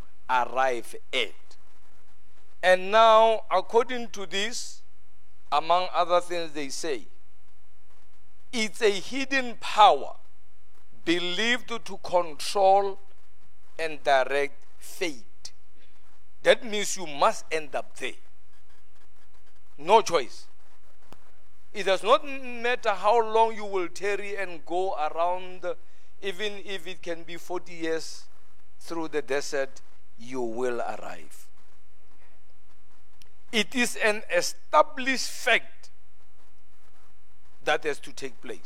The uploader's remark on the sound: at God's Tabernacle Christian Family Church's Men's Conference service on the 21th of March 2023